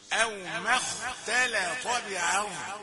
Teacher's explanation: الخاء مفخمة والتاء واللام مرققتان والطاء مفخمة